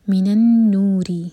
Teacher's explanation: کو ہولڈ کیا جائے گا، نون پر نقلنا ہے، من النور را کے نیچے کسرا تو را باریک